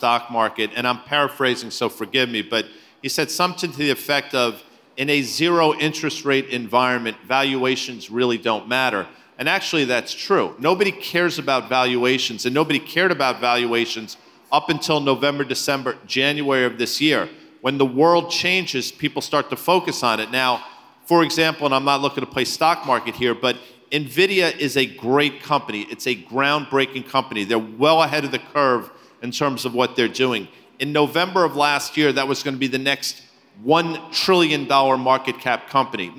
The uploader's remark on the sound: speak at the Zeta Live conference